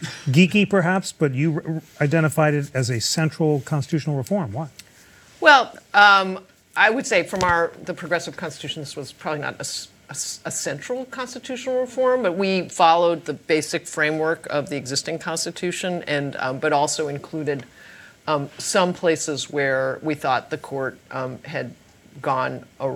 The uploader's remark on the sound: We are sharing audio from a program hosted live from Arizona State University’s Sandra Day O’Connor College of Law and presented in partnership with ASU’s Center for Constitution Design.